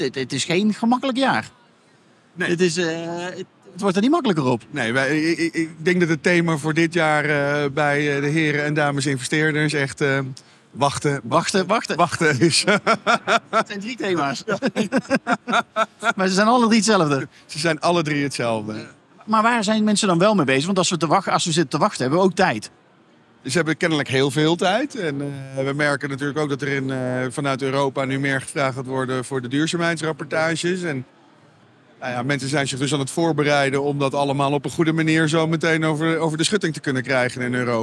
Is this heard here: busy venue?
yes